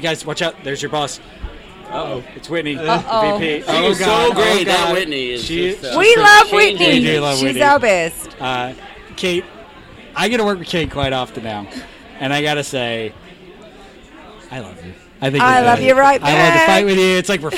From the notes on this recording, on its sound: We are live at the ZimVie Dental Annual Sales Meeting. This meeting was a ton of fun and held in Palm Beach Gardens, FL at PGA National Resort.